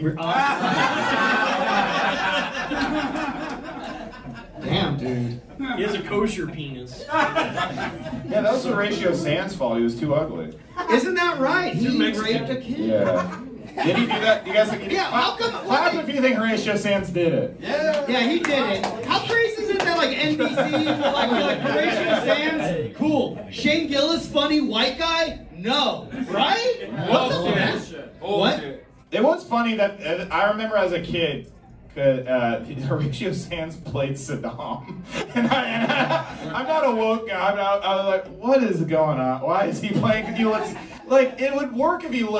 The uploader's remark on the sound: Live in Chicago. A LIVE episode of The Loud Boys Podcast from The Lincoln Lodge in Chicago!